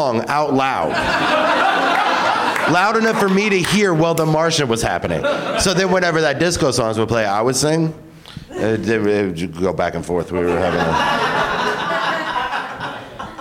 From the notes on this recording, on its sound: Live from the UCB Sunset Theatre